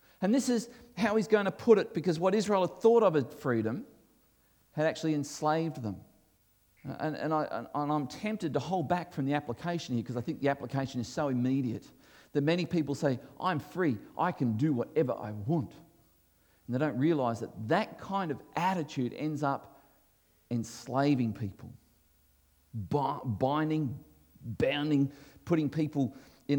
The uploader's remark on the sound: This was recorded before a live audience